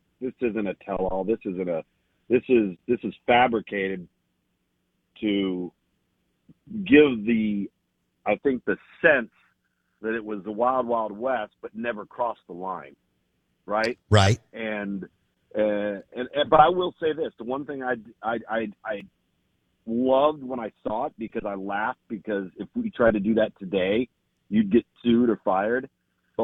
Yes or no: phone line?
yes